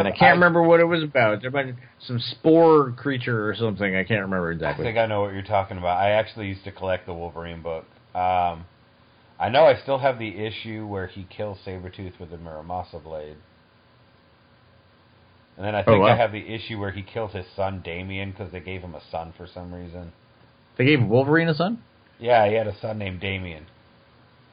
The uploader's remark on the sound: This was done over two phone calls.